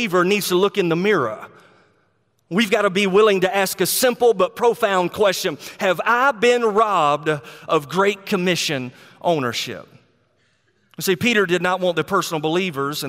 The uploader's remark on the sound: a sermon he preached at Go Georgia 2019